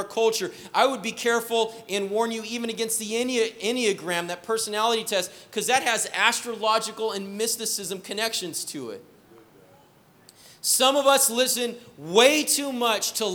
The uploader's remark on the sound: was preached on October 31st at the 11:30AM service